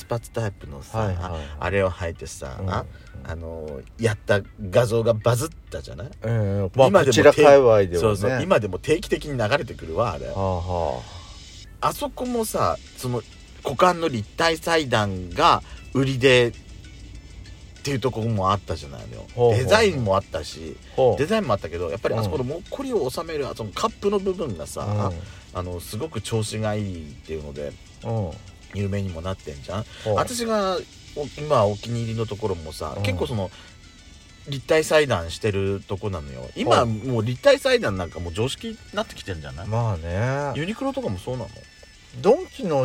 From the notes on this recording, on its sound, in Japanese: パーキング収録